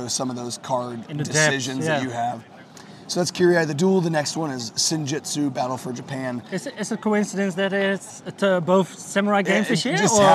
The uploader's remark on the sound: recorded a few interviews with different publishers live at Spiel